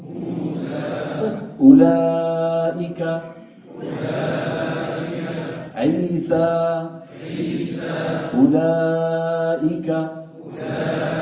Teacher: عيسى أربع حركات، موسى أربع حركات